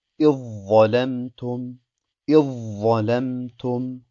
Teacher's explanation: Das Dal ist ganz verschwunden und es bleibt ein Wa übrig, das eine Shadda hat. · Term: Idgham